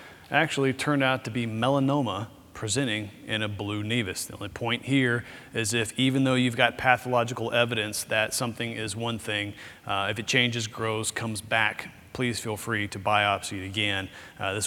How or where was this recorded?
busy venue